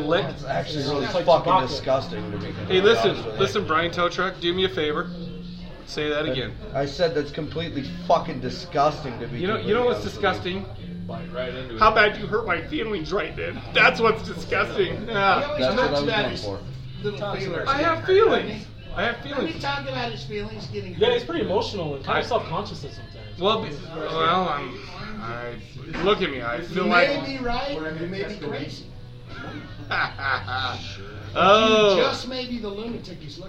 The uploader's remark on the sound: Live From Burt’s Tiki Lounge Halloween Special. This week we recorded LIVE from Burt’s Tiki Lounge in Salt Lake City. We just turn on the mics and allow the shit talk to begin!